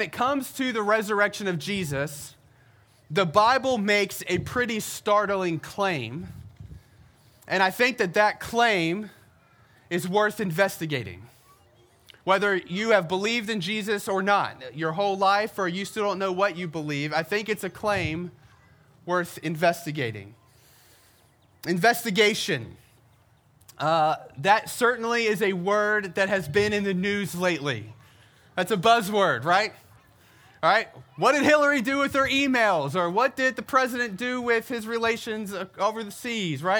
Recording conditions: outdoors